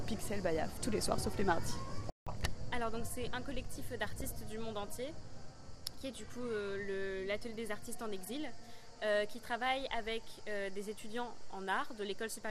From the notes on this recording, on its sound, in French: Micro trottoir festival de Avignon 2022. Aller à l'essentiel auprès des artistes avec un micro de fortune.